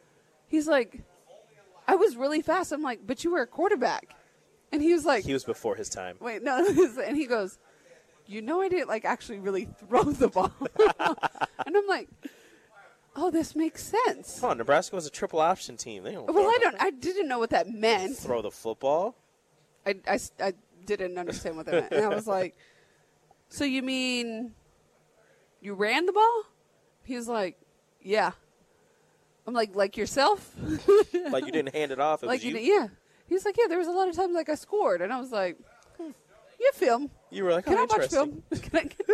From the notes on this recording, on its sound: Live at Mary Ellen's